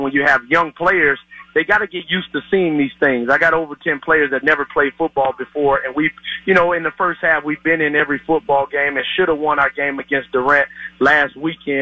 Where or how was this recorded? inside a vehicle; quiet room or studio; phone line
phone line